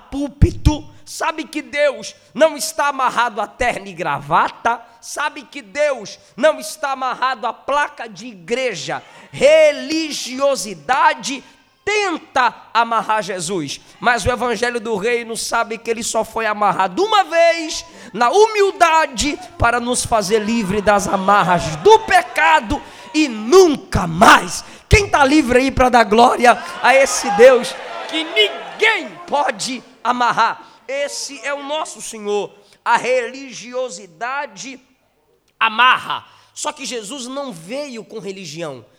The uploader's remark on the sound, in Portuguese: Nesta mensagem gravada em Setembro de 2017 na nossa conferência anual.